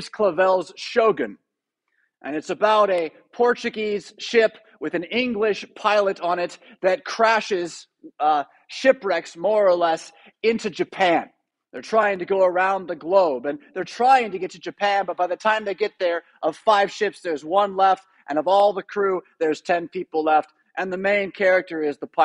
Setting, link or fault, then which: setting, large echoing room